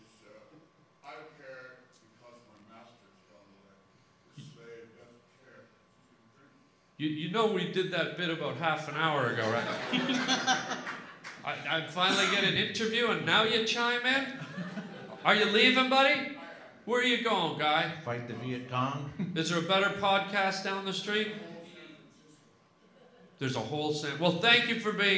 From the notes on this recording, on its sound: LIVE podcast at Sketchfest in San Fran.